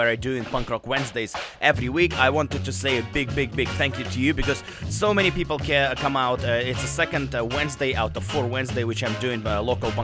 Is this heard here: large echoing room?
no